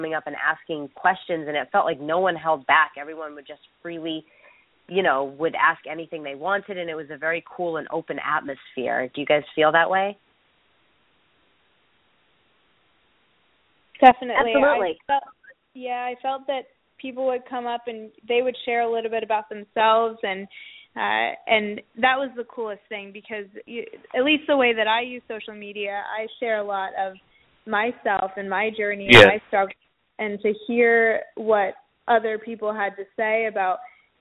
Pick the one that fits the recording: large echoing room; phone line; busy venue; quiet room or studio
phone line